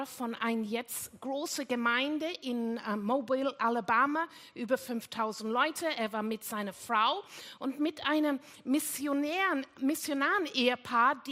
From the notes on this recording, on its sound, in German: Gottesdienst live aus der LIFE Church Wien.